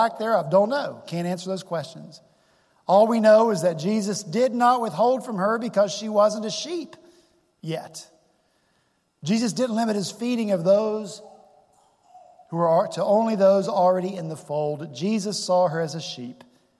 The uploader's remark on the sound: at Redeemer Presbyterian Church in Charleston, SC